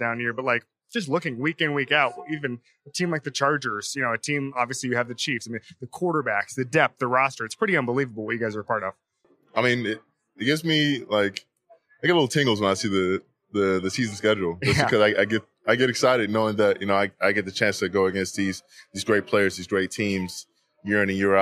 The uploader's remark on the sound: On the final day of Super Bowl LVII radio row